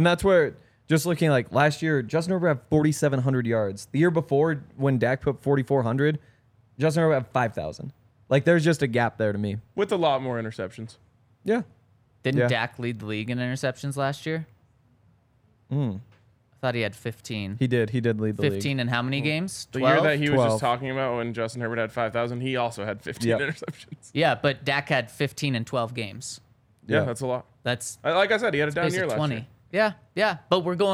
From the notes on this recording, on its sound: coming to you LIVE from the DNVR Bar